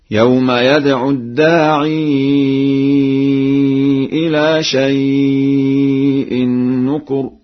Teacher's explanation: يقرأ ورش بإثبات الياء في لفظ الداعي في الموضعين معا هكذا: يوم يدعو الداعي إلى شيء نكر، وهكذا: مهطعين إلى الداعي يقول الكافرون هذا يوم عسر.